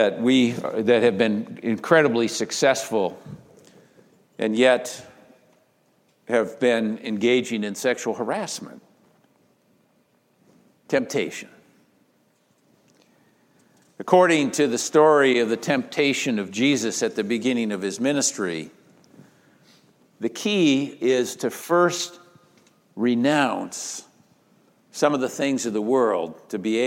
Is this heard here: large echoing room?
yes